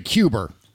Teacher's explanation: There's phantom R's jumping into all these politicians' speech.